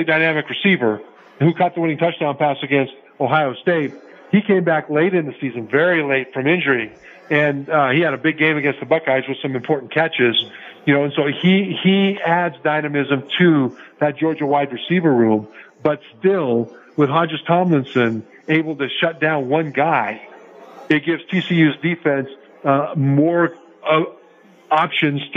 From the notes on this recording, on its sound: Live from SoFi Stadium